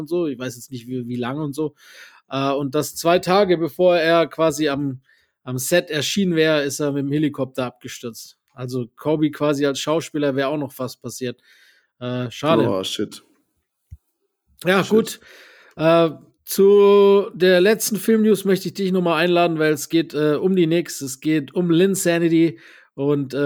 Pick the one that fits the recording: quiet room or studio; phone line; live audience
quiet room or studio